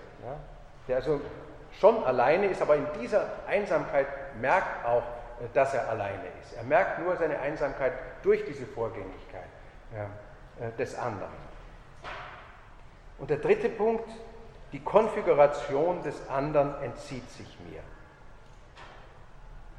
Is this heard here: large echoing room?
yes